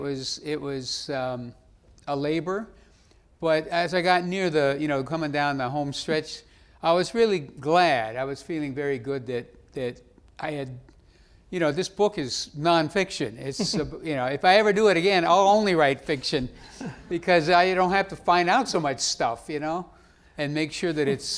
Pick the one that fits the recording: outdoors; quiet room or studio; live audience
live audience